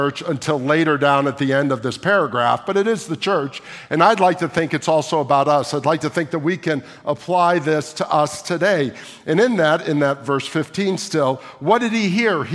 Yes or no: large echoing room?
yes